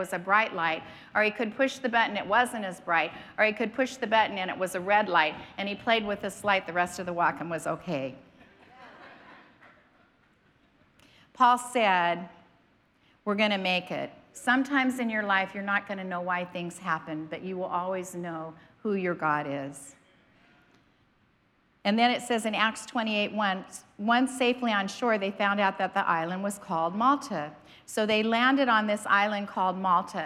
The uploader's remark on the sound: was preached on March 27th at the 10AM service.